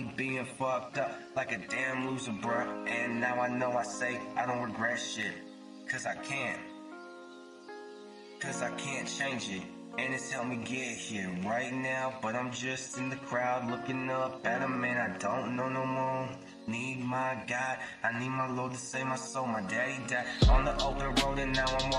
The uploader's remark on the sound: Jus a Lil track I did on my phone